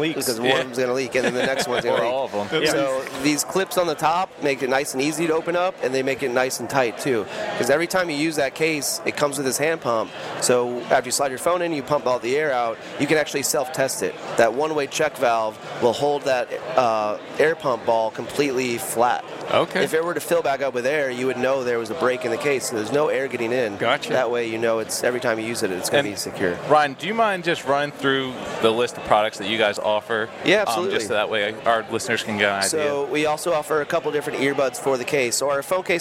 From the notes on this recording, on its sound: We are live from the Great American Outdoor Show 2018 in Harrisburg, Pa.